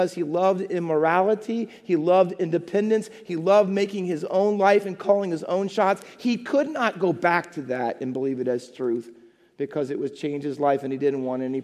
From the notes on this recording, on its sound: Faith Baptist Church in Hamilton, NJ.